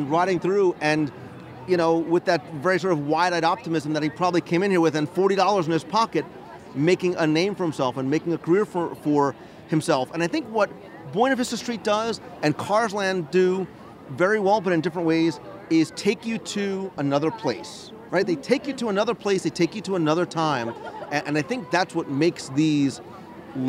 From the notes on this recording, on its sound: LIVE from Disney California Adventure Park. This week, I'm coming to you live from the cutest little town in Carburetor County - Radiator Springs. Recorded live from CarsLand.